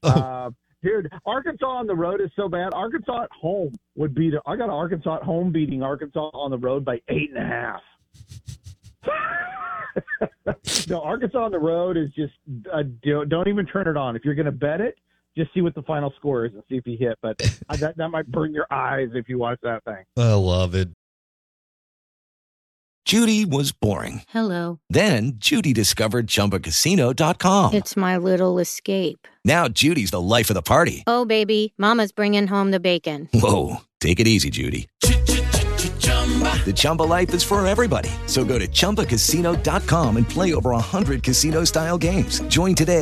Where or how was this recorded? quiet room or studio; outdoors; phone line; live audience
phone line